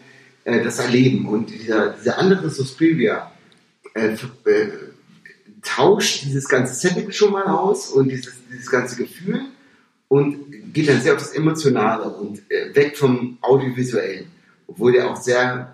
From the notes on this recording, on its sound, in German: Aufgenommen irgendwann am Samstagmorgen, zwischen Tischtennisplatte und Kickertisch. Leider hat das extra für den Cast mitgebrachte Mikro seinen Dienst verweigert, weswegen die Tonqualität sehr bescheiden ausfällt.